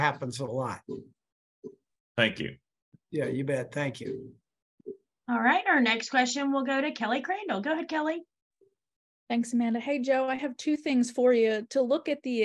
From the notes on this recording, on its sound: met with reporters via Zoom